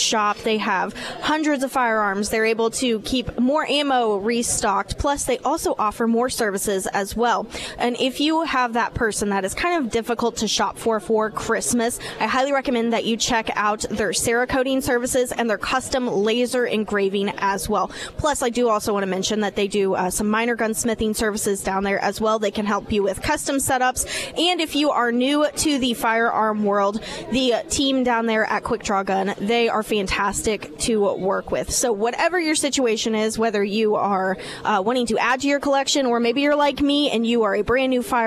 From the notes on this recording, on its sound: live at Scramblers Diner.